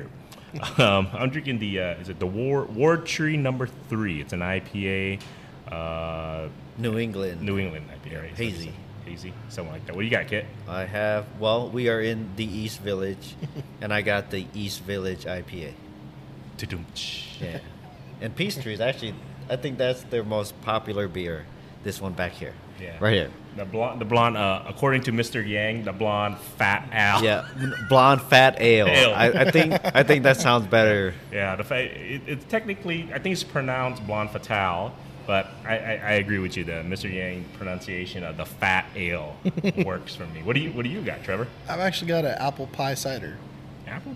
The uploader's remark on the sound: BFFs are on location at Des Moines branch of Peace Tree Brewing Company.